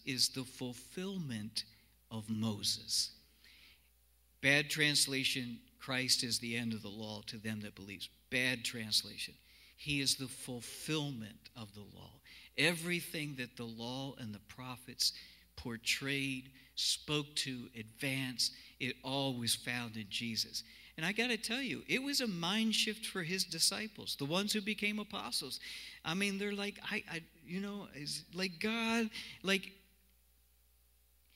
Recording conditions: large echoing room